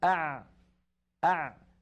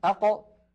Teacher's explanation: زمن أع أطول من زمن أق، وأقصر من زمن أش أه أف